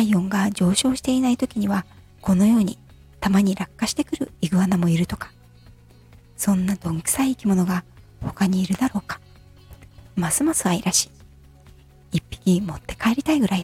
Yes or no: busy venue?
no